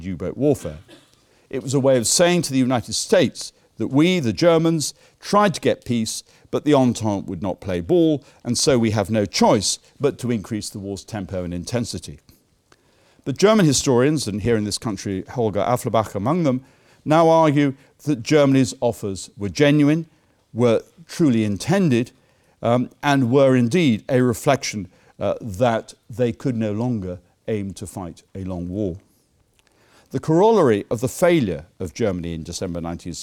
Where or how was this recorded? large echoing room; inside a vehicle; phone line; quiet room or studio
large echoing room